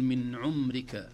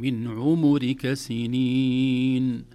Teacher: عمرك، نحن في العامية نقول من عمرك، لكن هنا وفي القرآن كله بضم الميم، من عمرك سنين، هكذا بضم الميم وليس بسكونها · Shown in: second take